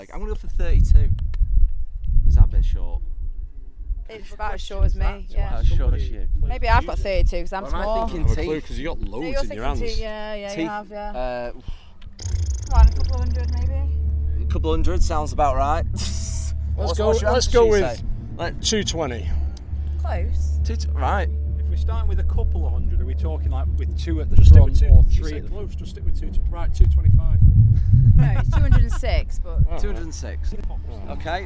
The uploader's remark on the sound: Sorry about the sound quality, the wind decided to pick up 2 seconds